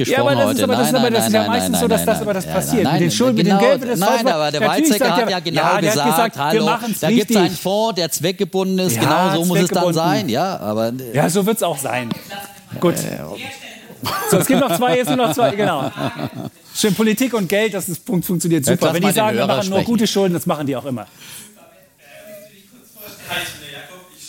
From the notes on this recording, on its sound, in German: Diese Sonderfolge wurde live vor Publikum auf dem WELT Transformationsgipfel aufgezeichnet.